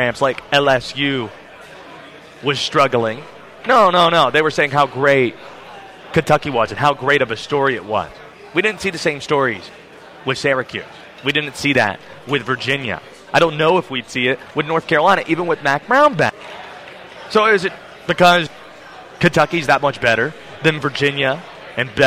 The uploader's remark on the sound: Day 2 of ACC Kickoff live from Charlotte.